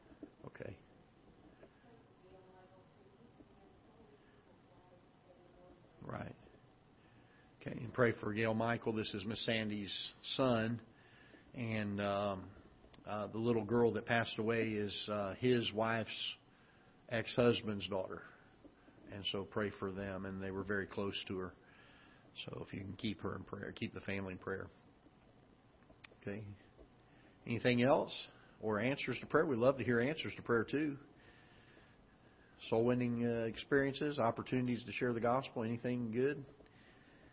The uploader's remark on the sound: Ketha Heights Baptist Church ~ Live Broadcast